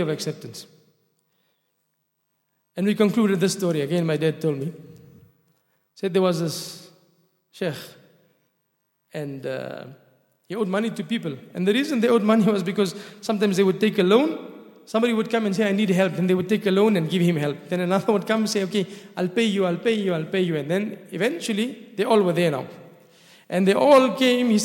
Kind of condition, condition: setting, large echoing room